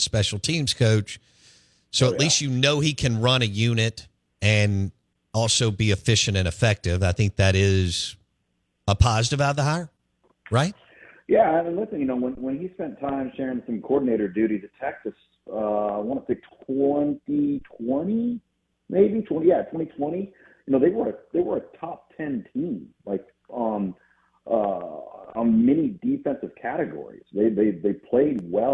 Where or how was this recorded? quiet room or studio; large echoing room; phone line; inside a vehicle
phone line